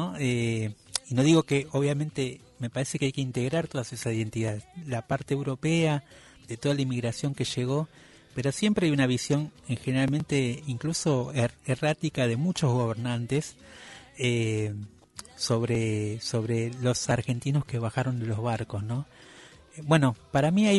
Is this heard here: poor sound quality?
no